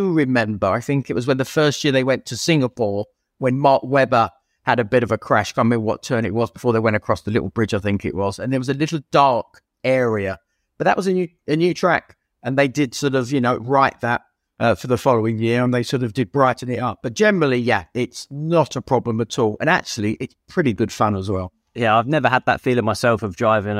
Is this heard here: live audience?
no